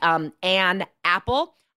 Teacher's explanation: So if one word ends in a consonant, the next word ends in a vowel, like, an apple, I don't separate them when I'm talking. I link them · Term: linking